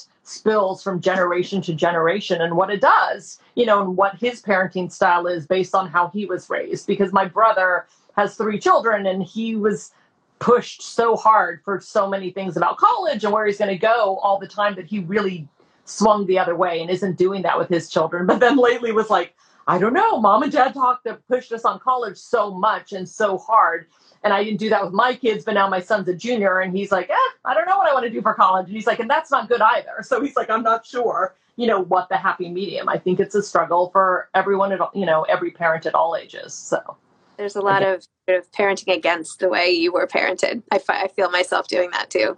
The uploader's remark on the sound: A recent IG Live —released here as a podcast.